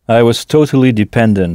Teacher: en début de mot, on entend « di », qui s'écrit pourtant « de », « dependent », avec « ent » à la fin, et non « ant », comme en français.